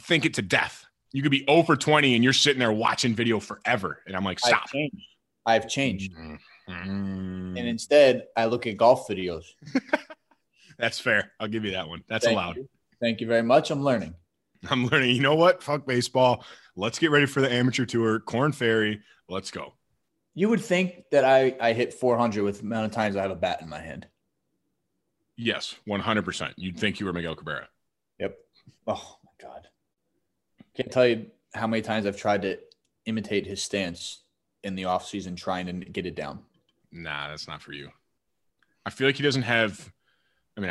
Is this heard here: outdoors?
no